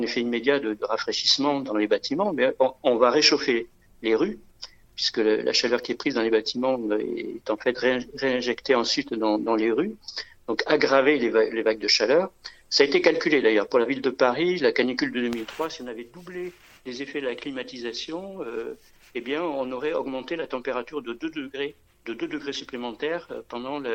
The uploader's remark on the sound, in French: Interview par téléphone.